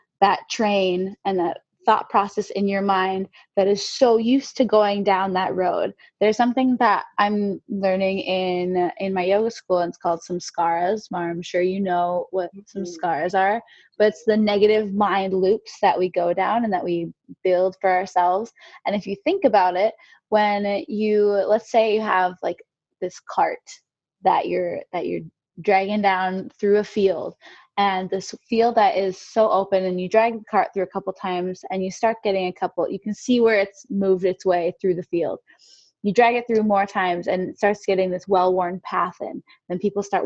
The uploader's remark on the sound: We found a new option for distance recording called Zoom!